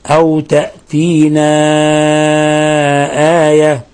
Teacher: فنمد الألف من 4 إلى 5 حركات. أو تأتينا آية، وآية الهمزة هنا مد بدل، فليس لحفص فيها إلا القصر، بل ليس لسائر القراء ما عدا ورشا إلا القصر. · Term: مد منفصل